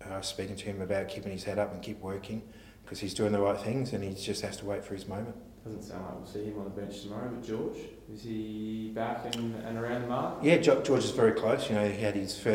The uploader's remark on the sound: Round 23 press conference